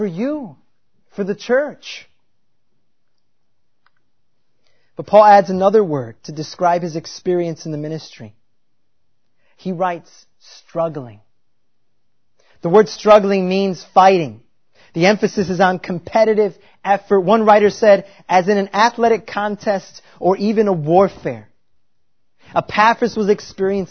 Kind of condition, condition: setting, large echoing room